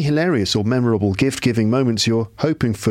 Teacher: He's used a reduced form of the preposition for in his pronunciation in that sentence